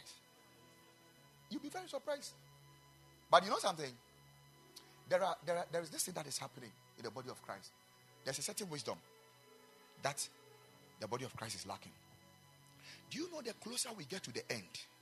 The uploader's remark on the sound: Preached at the Ekklesia Campus.